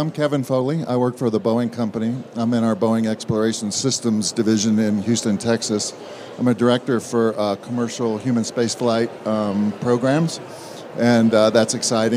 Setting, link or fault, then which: setting, busy venue